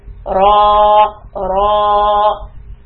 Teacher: a ra fatha also makes a heavy sound. We say it's heavy, it's the aw sound. Ra, ra. Take the tip of your tongue up to the wrinkly part right behind your front teeth.